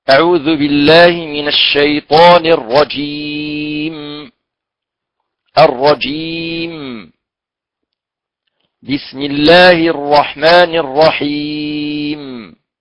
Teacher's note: إظهار الميم عند الوقف عليها وكذلك النون